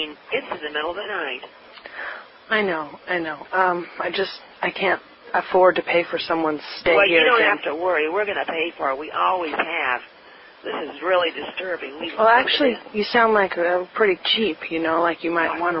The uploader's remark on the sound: RBCP's Personal Prank Phone Calls Collection. Hotel front desk pranking guests.